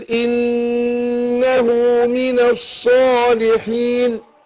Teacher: النون مشددة بنديها كل حركتين